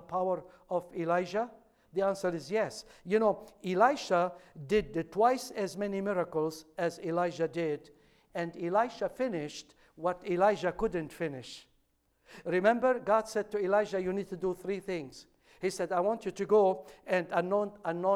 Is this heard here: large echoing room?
yes